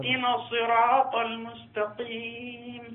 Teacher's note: التفخيم والترقيق في الصراط، يعني الطاء طلعت قريبة من التاء تقريبا